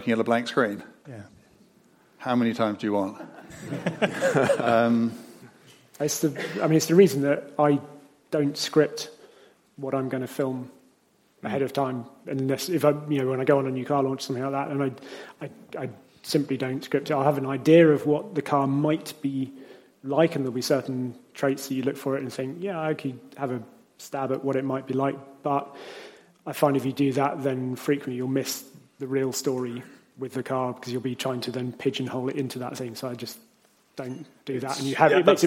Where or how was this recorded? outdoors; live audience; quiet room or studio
live audience